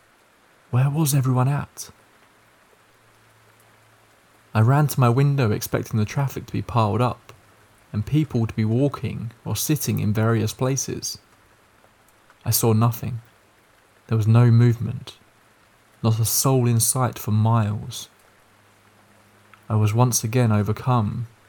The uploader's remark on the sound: Scary stories with the sound of rain falling in the background